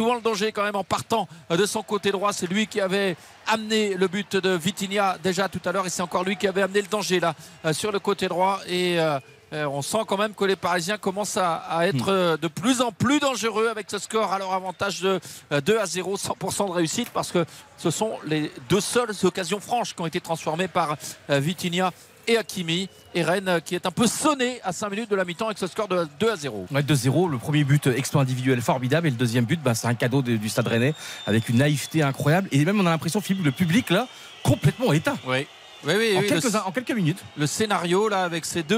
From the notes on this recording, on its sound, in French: Le PSG passait un nouveau test en Bretagne. En direct du Roazhon Park.